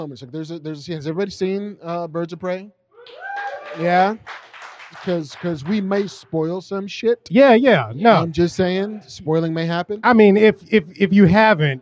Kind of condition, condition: setting, busy venue